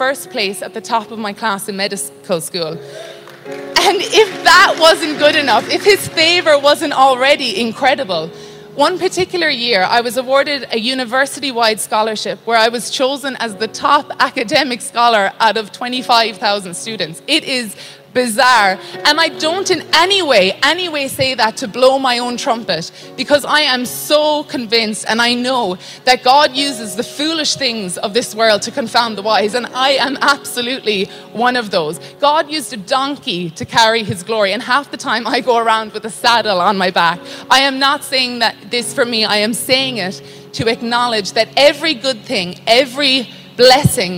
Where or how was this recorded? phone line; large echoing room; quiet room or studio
large echoing room